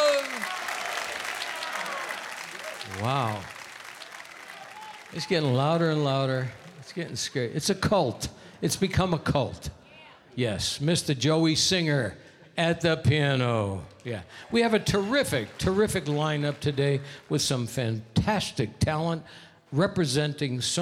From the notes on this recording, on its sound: Live at the South Point Casino